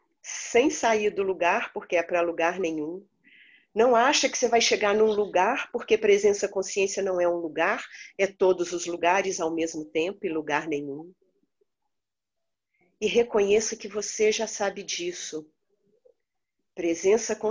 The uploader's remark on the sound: Online via Zoom.